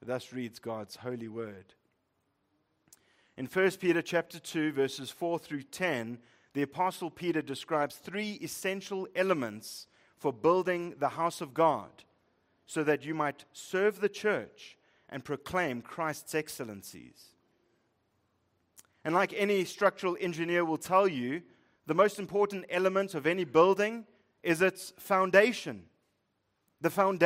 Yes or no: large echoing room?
yes